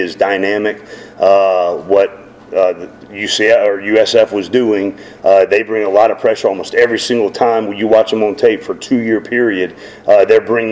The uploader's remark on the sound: Postgame press conference (USF).